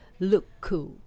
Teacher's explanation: 同じ k の音なのでここも k の音をシェアして